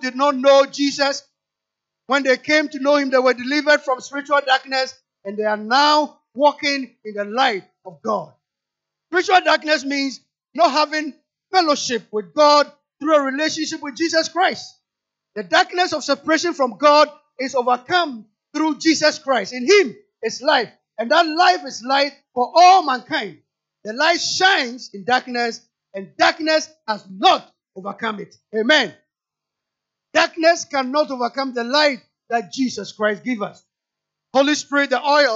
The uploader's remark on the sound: Sermon preached at CBC Adabraka Campus